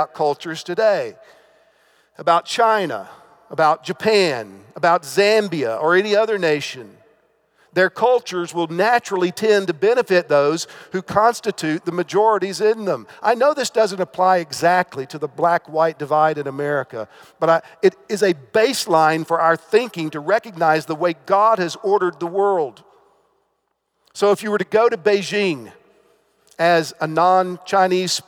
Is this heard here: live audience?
yes